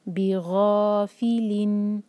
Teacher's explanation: بی ایک حرکہ، غ مد طبعی، دو حرکہ، فی ایک حرکہ اور لام پر کسرتین، لی پلس نون، لن، بی غافلن. دیکھیے غین ہیوی لیٹر ہے، اس کو لائٹ نہیں پڑھنا، منہ بھر کر